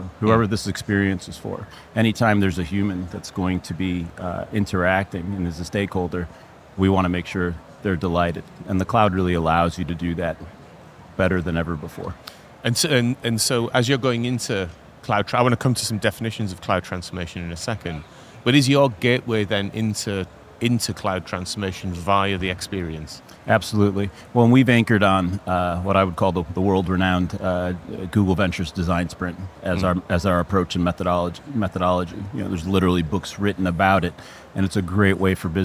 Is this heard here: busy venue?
yes